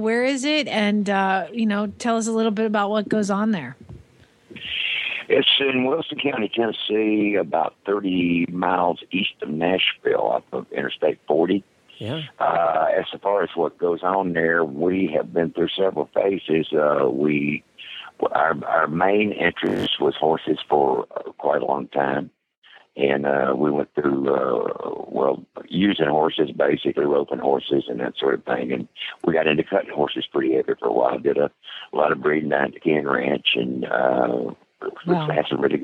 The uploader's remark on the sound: Plus, loads of holiday voicemails and live calls from listeners and we give away some amazing prizes.